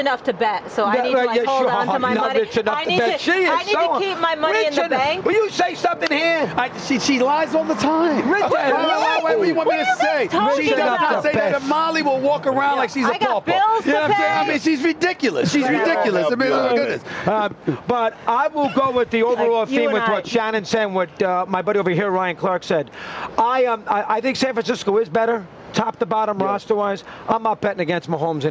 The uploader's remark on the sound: Live From Las Vegas! Live from the Super Bowl in Las Vegas.